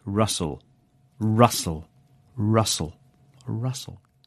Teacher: It's spelt R-U-S-T-L-E. And in pronunciation, the T is silent